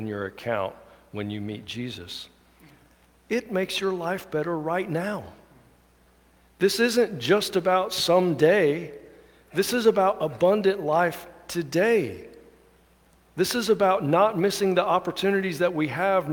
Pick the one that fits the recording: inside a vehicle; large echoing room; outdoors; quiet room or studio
large echoing room